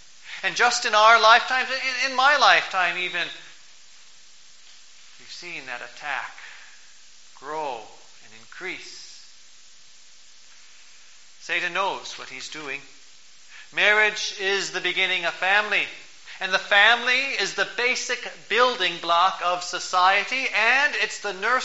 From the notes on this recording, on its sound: Preached on October 14, 2012, for the Twentieth Sunday after Pentecost, at St. John's Ev.